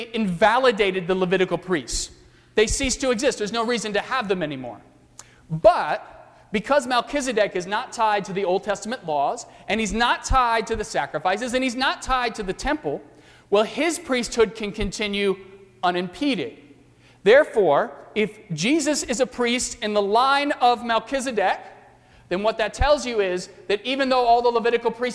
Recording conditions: large echoing room